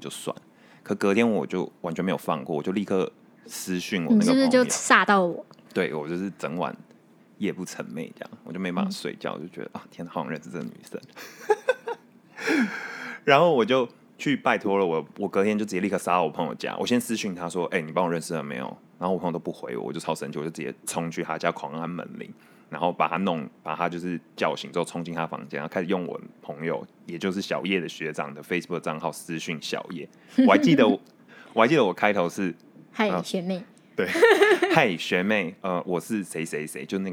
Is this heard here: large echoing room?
no